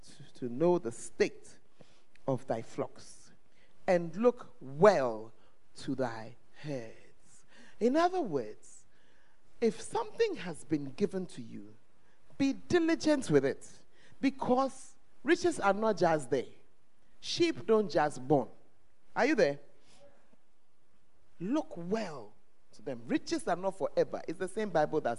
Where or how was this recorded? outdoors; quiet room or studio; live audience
live audience